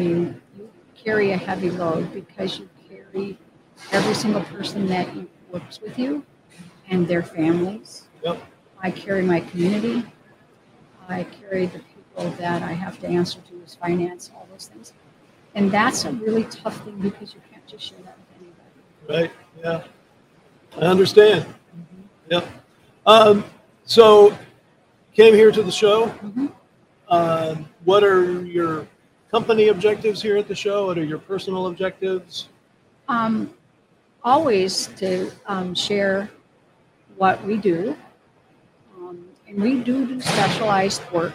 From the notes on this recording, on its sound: our afternoon of livestreaming from the American Gear Manufacturers Association's Motion + Power Technology Expo at Huntington Place in Detroit